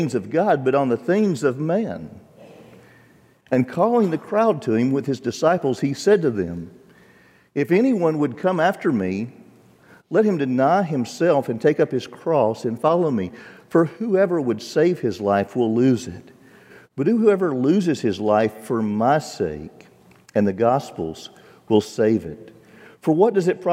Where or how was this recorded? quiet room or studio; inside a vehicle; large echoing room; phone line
large echoing room